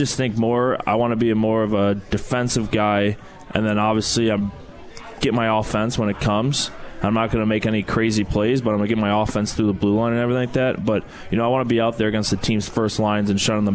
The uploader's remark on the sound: Live from Swifty's